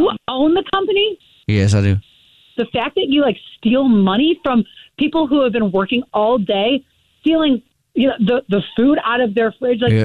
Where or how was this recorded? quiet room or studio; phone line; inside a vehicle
phone line